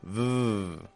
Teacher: the letter V, like V, is what we would call a fricative sound. This means that it flows out.